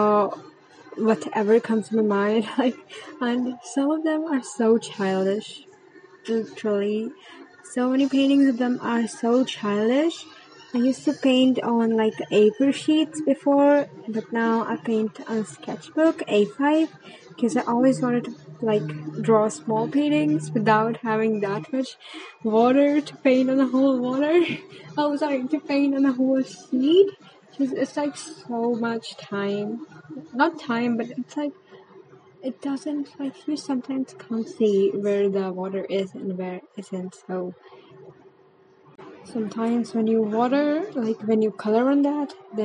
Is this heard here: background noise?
yes